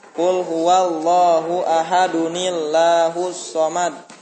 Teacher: Nun mati, mati, alif lam tidak berharokat tadinya. Makanya nunnya dikeluarkan, dikasih harokat kasroh, jadi ahadunillah